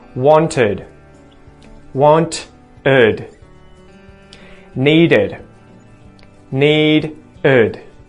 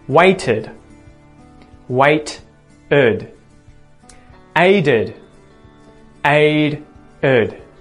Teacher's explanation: All right, and the last rule is that when a verb already ends with one of those two sounds, the T or the D, the T or the D, we need to add a vowel in there between those two sounds so that it sounds more natural when we say these words, and we put the schwa in there